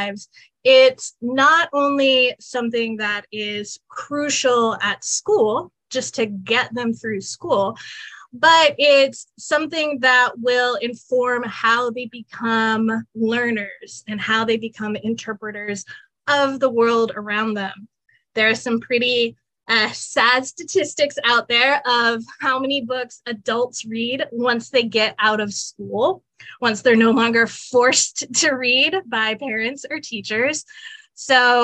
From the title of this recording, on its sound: Webinar Recording